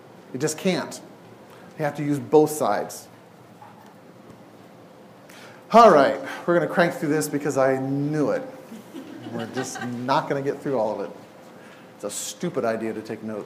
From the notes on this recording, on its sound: Each week is presented live at Imago Dei’s Refuge in Portland, Oregon.